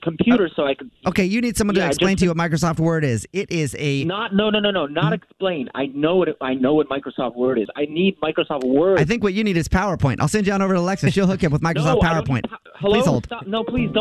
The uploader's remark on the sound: Phone Prank.